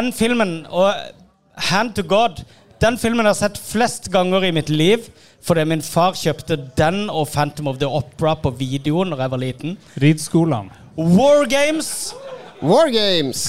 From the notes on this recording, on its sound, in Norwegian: Live fra TILT. For sin første liveopptreden noen sinne.